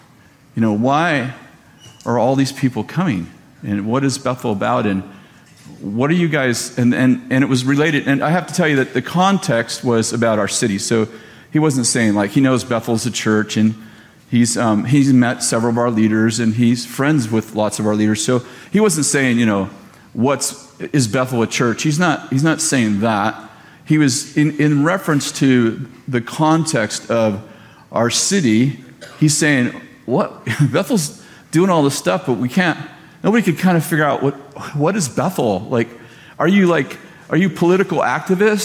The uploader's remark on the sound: at Bethel Church in Redding, CA